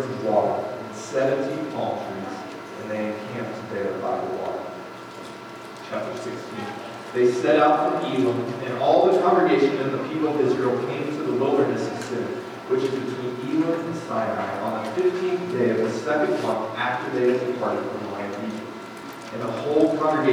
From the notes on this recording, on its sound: Fort Collins, CO. Note: sound quality is not good due to technical difficulties.